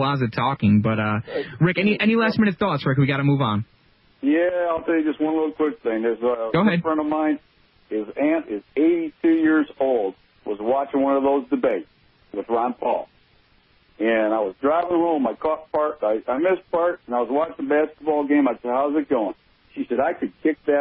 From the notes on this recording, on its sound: We cover the latest news and take your phone calls in this episode.